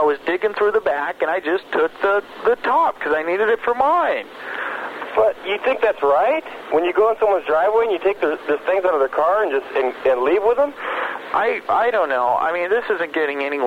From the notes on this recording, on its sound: …'s Personal Prank Phone Calls Collection.